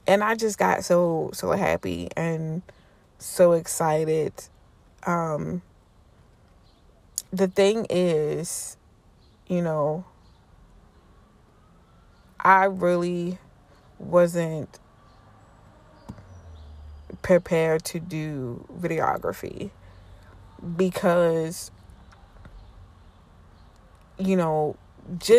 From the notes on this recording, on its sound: This spring weather and me recording outside don’t mix